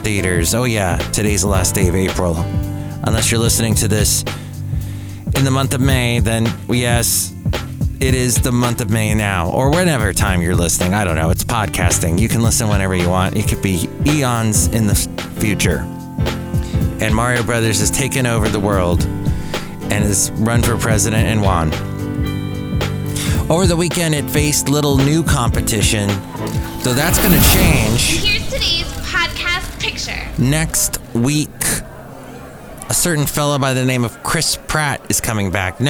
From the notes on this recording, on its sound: podcasts live from Café Anyway